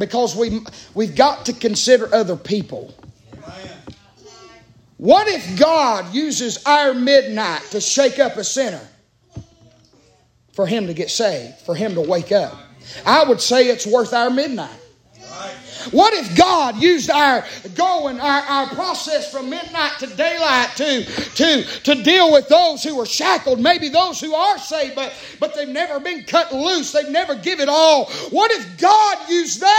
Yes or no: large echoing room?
yes